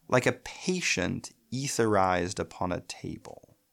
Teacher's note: Now we have an actual trochaic line, like a patient etherized upon a table. That is trochaic hexameter. It took the 11 syllable line that we had before and adds a final 12th unstressed syllable that kind of fills it out.